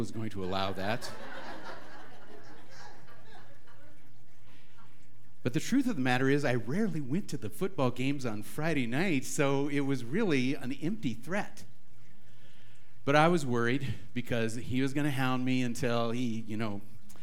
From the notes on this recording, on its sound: This talk was recorded live at the Center for Spiritual Living Prescott.